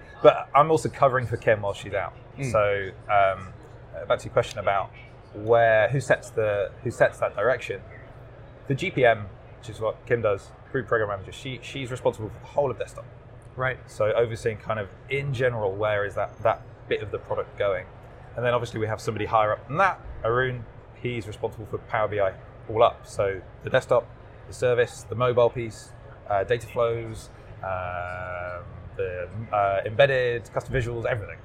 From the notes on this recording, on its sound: recorded at Microsoft Ignite in Orlando